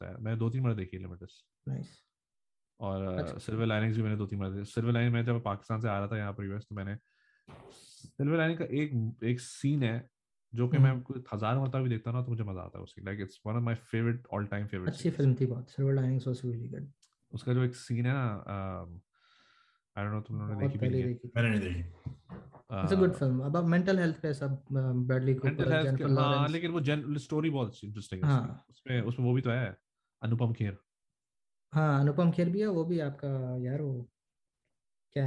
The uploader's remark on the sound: The original trio gets back together on ZOOM to talk about all things and everything!